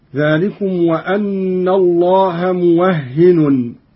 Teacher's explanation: بفتح الواو وتشديد الهاء وتنوين النون هكذا: ذلكم وأن الله موهن، وكيد بالنصب هكذا: ذلكم وأن الله موهن كيد الكافرين.